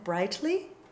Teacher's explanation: They also don't go to a closed vowel the way German diphthongs do. The diphthongs in English are bright A followed by open capital I, as in brightly.